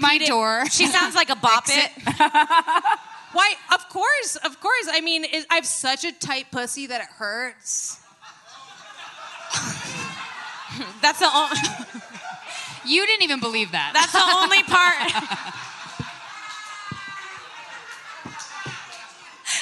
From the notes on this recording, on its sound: live from Skankfest South in Houston, Texas.